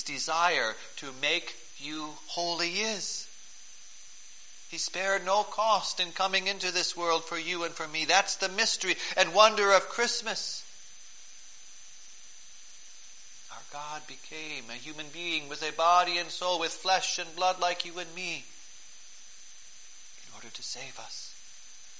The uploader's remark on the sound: Preached on December 23, 2012, for the Fourth Sunday of Advent, at St. John's Ev.